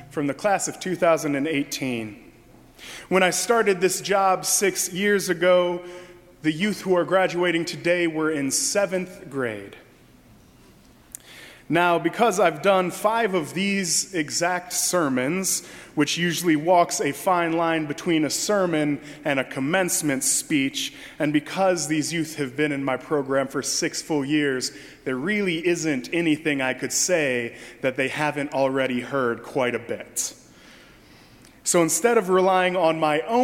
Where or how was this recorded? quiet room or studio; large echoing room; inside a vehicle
large echoing room